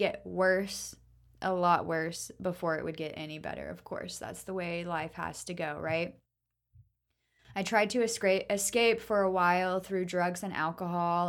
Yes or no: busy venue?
no